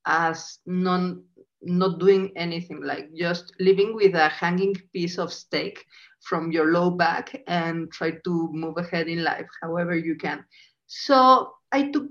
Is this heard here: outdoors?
no